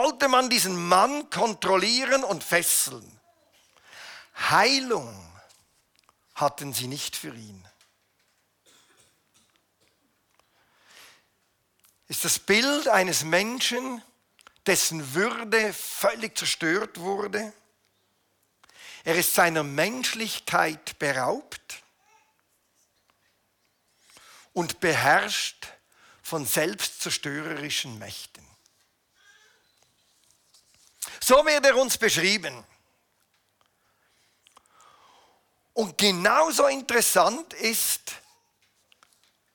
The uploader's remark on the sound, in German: Eine Predigt der BewegungPlus Burgdorf